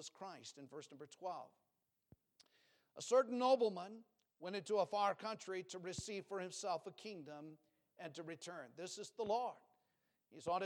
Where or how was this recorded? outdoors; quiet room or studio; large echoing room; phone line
large echoing room